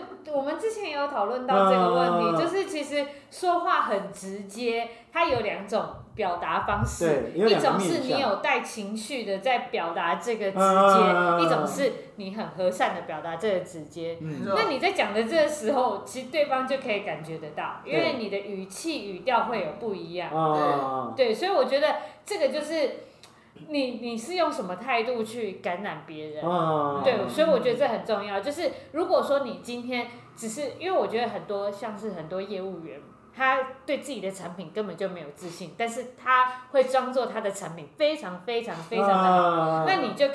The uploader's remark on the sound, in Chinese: 錄音地點｜ 藍色咖啡館 108台北市萬華區大理街131號